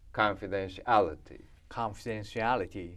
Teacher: カンは普通の長さからシアリティも普通の長さ、あとは短めに